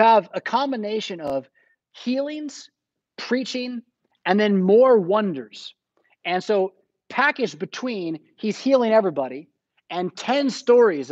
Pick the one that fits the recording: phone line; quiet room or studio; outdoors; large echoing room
large echoing room